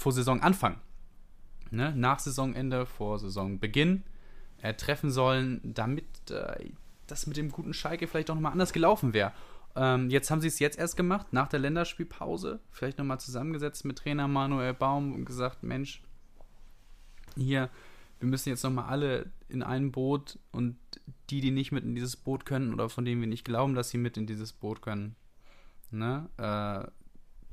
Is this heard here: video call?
no